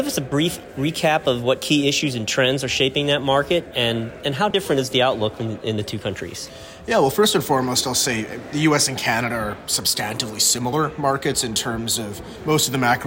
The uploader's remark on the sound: talking this time from the Used Car Week conferences in Scottsdale, Ariz.